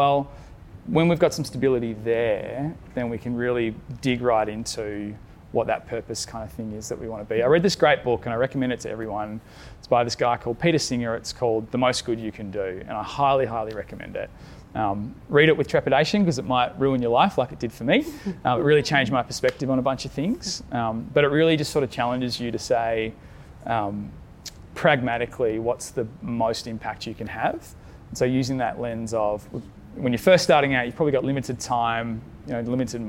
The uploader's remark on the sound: Our first episode is a very special live recording from our February Good Mornings breakfast event for purpose-driven folks held at the Frankston Social Enterprise Hub.